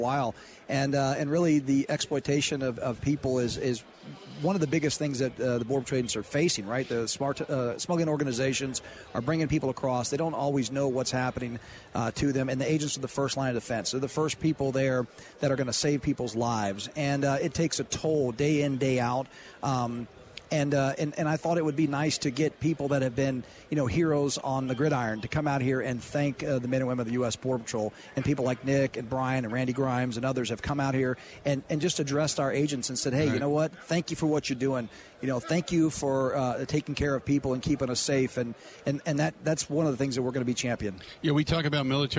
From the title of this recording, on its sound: Live From Radio Row At Super Bowl 57